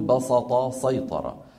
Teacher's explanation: حكم الصاد في ويبسط وأخواتها في اللغة العربية فعلان بسط وسيطر، ومن العرب من يفخم السين في هذين الفعلين لمجاورتهما الطاء المستعلية المطبقة فيقول بسط سيطر.